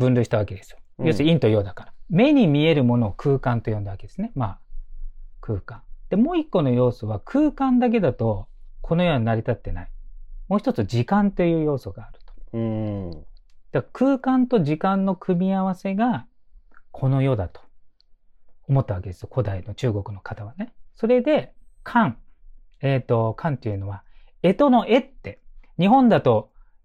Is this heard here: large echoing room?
no